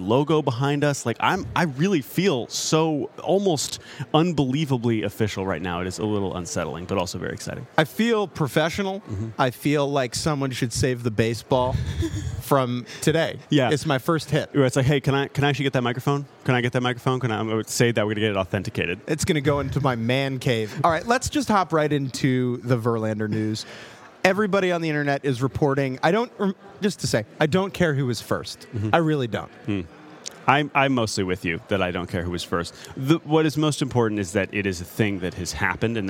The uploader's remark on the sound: live from the Winter Meetings in San Diego